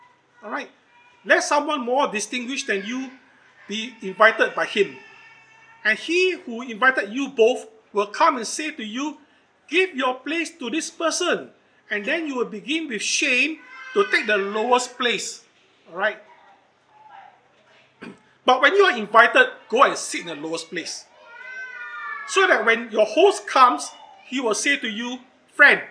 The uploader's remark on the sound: Recorded Live/Sermon